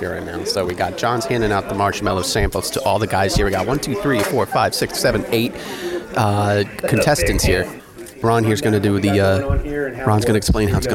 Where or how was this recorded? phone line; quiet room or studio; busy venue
busy venue